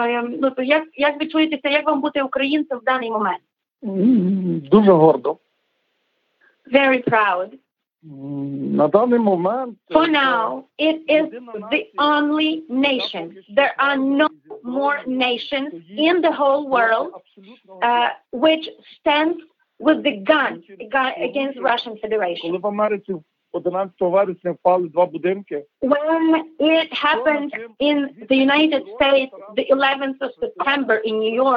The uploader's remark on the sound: A phone call from Ukraine